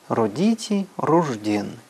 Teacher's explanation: К нему приделываем суффикс н, и стремительно сокращается в йод. Д с йотом по йотовой палатализации дает жд. И получается рожден.